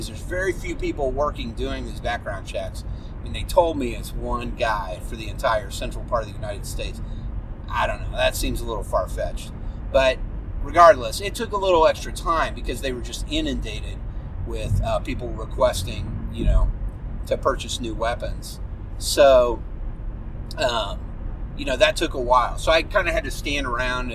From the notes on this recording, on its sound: sorry for the sound of my wiper blades scraping across the windshield.